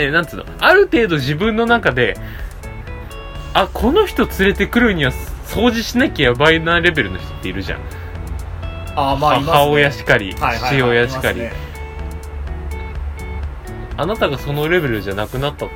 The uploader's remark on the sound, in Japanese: 録音機材：iPhone7